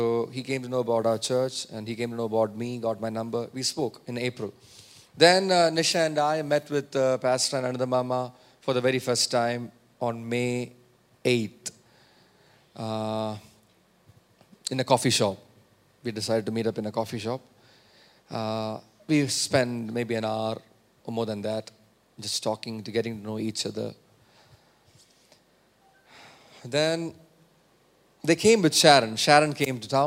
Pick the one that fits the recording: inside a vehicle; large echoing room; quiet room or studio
large echoing room